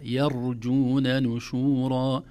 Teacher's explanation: التنبيه الأول ترقيق الياء، لا نقول يرجون لأنها الأذن لا تستغربها، لأن الراء مفخمة فيكون أسهل على اللسان يقول يرجون، لكن لا يا يرجون نشورا. نرقق الياء ونفخم الراء الساكنة دون قلقلة